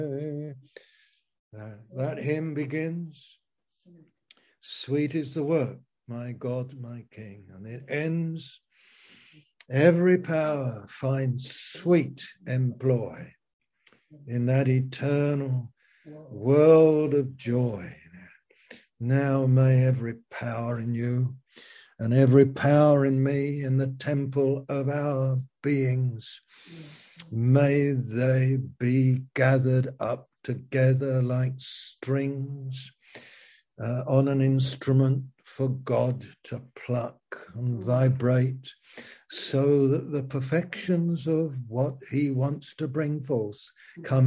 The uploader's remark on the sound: Zoom - Teign Valley Sessions